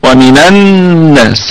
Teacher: فللتخلص من التقاء الساكنين تحرك النون بحركة عارضة تتناسب مع اللام، تمام. ومن الناس هكذا، لكن الاصل في من انها ساكنة.